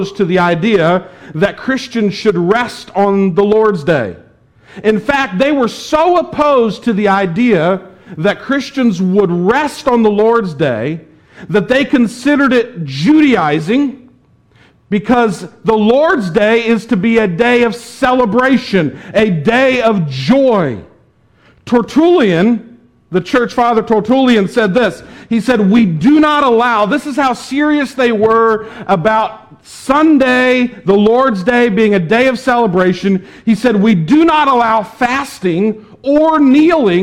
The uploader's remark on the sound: was preached at the Tarrant Bible Methodist Church